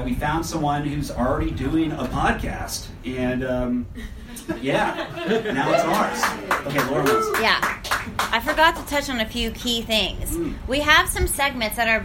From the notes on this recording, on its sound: LIVE: CentroNia at Bier Baron Tavern. We finally had our first (very short) live show. We got to see the beautiful faces of our fans and heard real laughs!